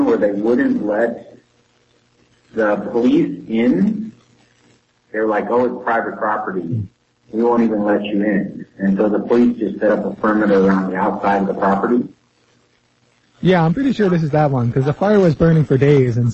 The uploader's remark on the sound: Due to technical difficulties, there are audio distortions and a slightly early ending. Audio quality will improve eventually!